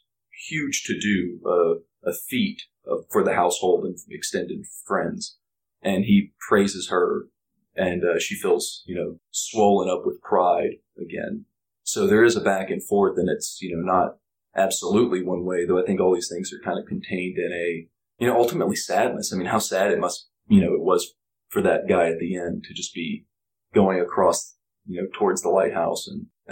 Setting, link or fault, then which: fault, poor sound quality